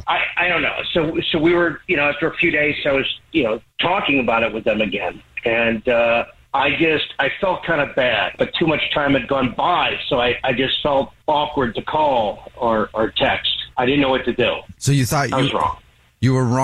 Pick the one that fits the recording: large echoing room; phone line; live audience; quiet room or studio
phone line